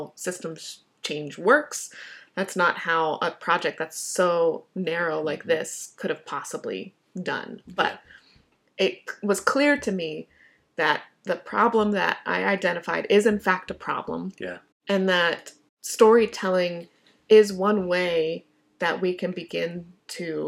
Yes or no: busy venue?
no